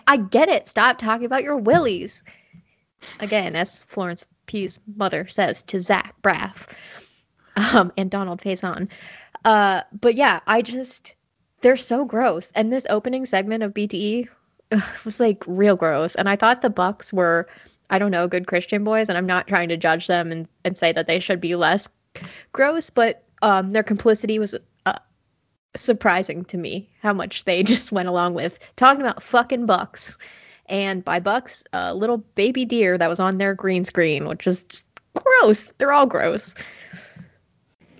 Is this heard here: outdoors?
no